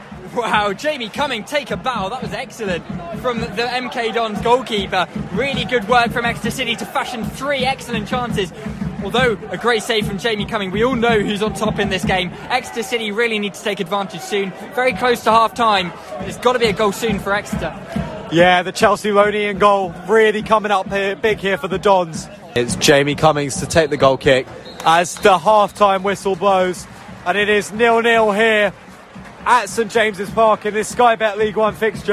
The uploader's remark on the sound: XpressionFM Sport once again return to St James Park. Live commentary of Exeter City's game against MK Dons.